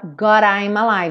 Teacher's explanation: E no God ele fala God I'm alive. Então pega o D e reduz para rarara, outra coisa comum em inglês